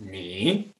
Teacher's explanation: Ni actually has a third tone, which is ni, and hao also has a third tone, which is hao. But when you have two, three tones together, then the first one becomes a two tone.